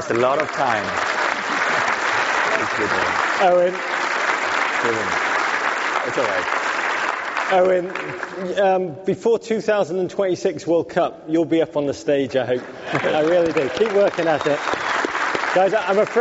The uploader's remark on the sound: live onstage at SXSW Sports